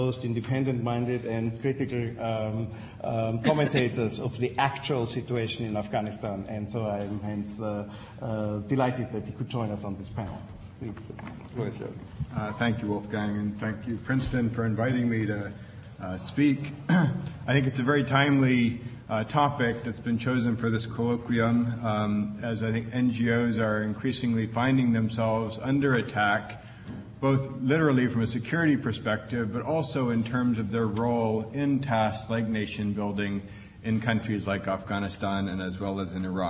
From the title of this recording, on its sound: Princeton Colloquium on Public and International Affairs - Day One - Dodds Auditorium 10:00 am session